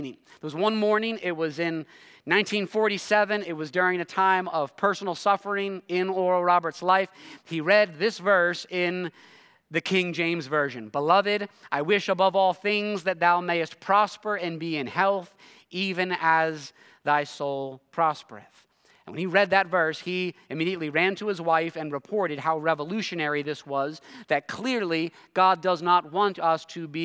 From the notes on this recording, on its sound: preached this sermon at Covenant Fellowship Church on July 23, 2023